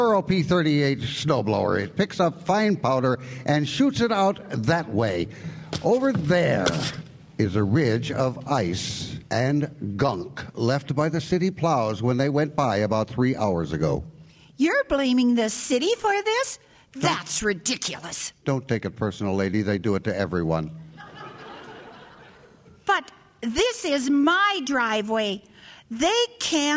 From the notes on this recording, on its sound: This spooky drama was originally produced as part of a Halloween special. With original sound effects and music. Recorded before a live audience.